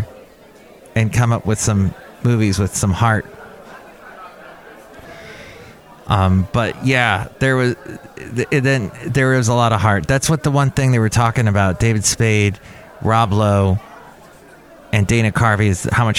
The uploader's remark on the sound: podcasts live from Cafe Anyway